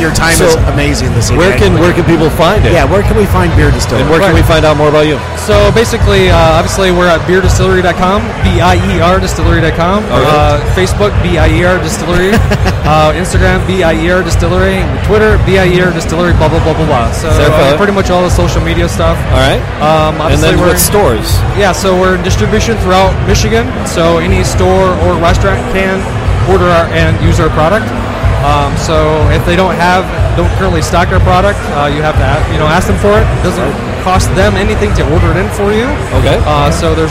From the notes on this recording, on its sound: Broadcast live from Whiskey Business at the Royal Oak Farmer&#8217;s Market. Broadcast live from Whiskey Business at the Royal Oak Farmer’s Market. We talk to several distillers, vendors, and whiskey lovers at the event.